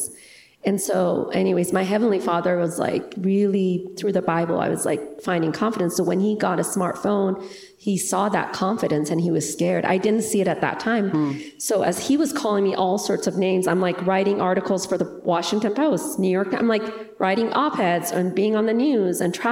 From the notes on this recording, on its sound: interview at the RESTORE conference